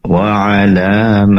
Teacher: ketika membaca wa'alamat mat di sini minimal 3 harokat ya. Tadi terlalu pendek, kurang dari 3 harokat, bahkan kurang dari 2 harokat bisa dengar tadi ya, maka perlu dipanjangkan sedikit.